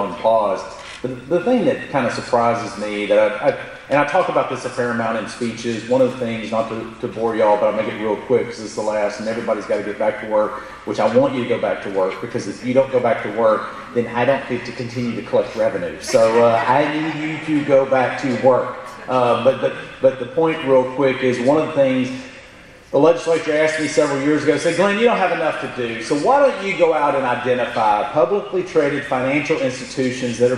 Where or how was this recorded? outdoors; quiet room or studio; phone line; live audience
live audience